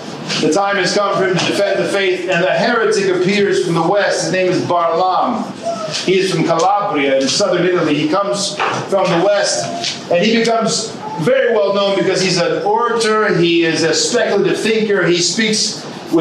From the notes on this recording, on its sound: From the Australia Lecture Tour, 2019. A Lecture delivered on March 23, 2019 at the Parish of St. Nicholas in Woolloongabba (Brisbane metropolitan area) during a visit to the Serbian Orthodox Archdiocese of Australia.